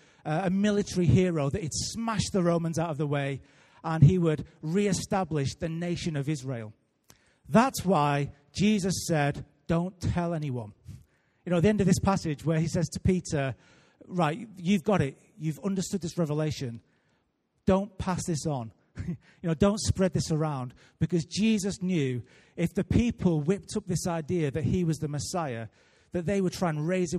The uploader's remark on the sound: Recorded live at Life Church Lancashire.